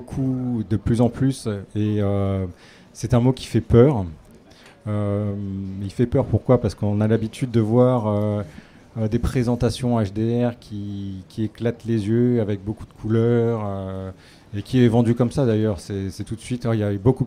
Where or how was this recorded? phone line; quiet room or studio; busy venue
busy venue